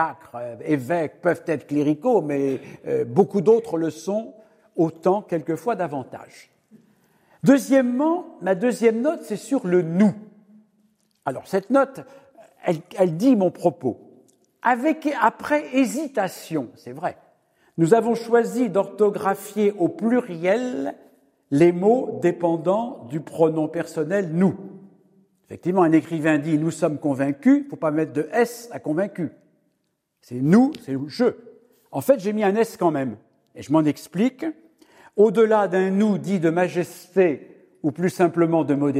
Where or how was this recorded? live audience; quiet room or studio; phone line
live audience